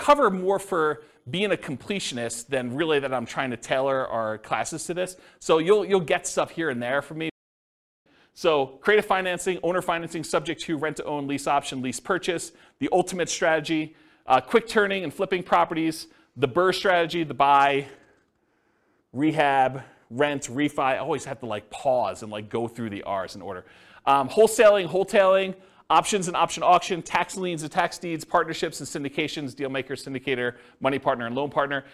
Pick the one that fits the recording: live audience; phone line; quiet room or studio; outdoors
live audience